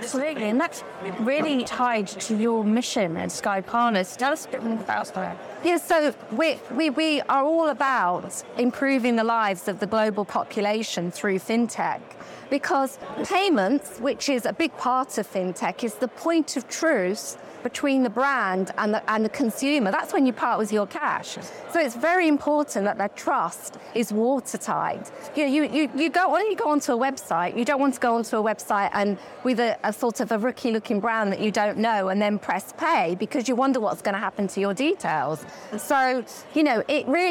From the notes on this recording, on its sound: live from FinTech Connect